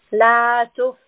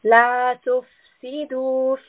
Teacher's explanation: Here we have the letter fa, and fa has a سُكُون. We are resting upon this fa. We want a little bit of air to escape.